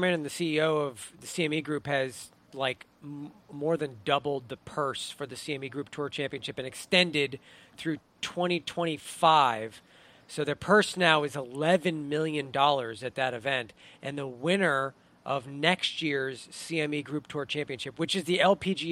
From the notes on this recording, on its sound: continues to broadcast live at the RSM Classic from Sea Island, GA